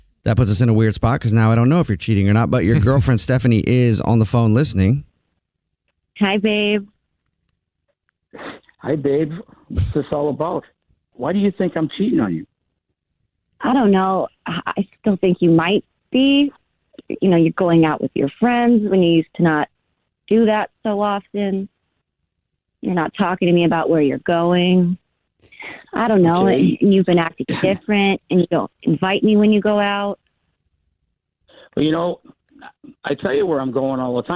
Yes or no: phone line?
yes